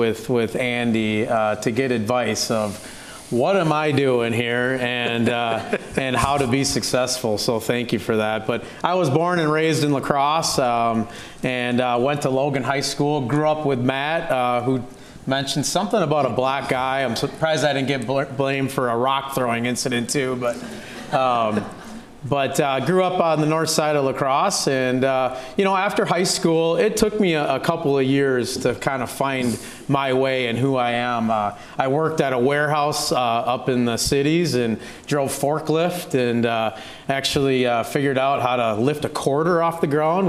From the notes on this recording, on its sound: This is the third and final installment from The Balancing Act Podcast - LIVE, which was recorded on November 15, 2023, at The Main in downtown La Crosse, Wisconsin.